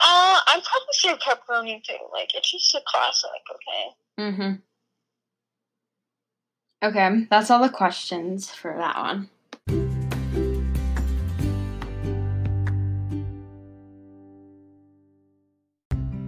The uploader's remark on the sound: we are still social distancing so we are calling sorry if the audio is crappy!!